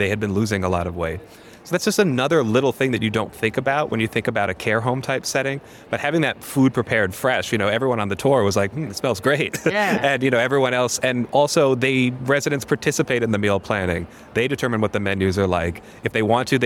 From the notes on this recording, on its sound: HLTH 2023 Las Vegas. Attends HLTH 2023 in Las Vegas with over 10,000 attendees. Episode recorded at HLTH.